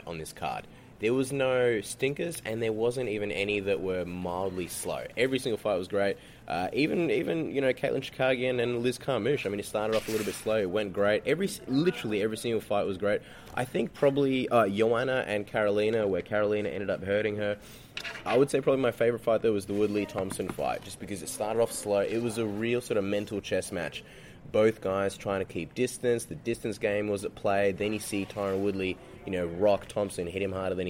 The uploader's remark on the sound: UFC 205 press room special. Who covered the fights from Octagonside, then the press conference backstage, before grabbing some of his press room buddies for some post-fight reaction in this Brit Pack special.